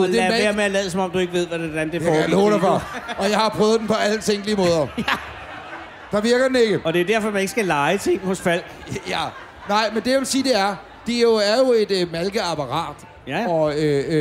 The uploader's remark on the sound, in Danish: Live fra Jelling.